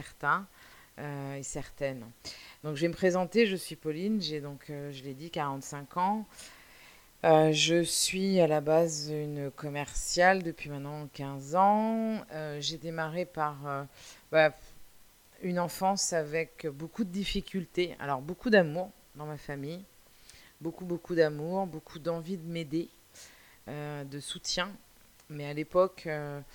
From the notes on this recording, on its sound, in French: C'est un 1 er enregistrement, le son de ma voix est un peu à augmenter mais c'est un début.